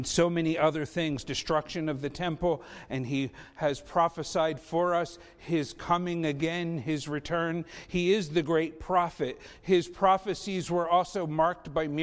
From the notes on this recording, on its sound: Faith Baptist Church in Hamilton, NJ.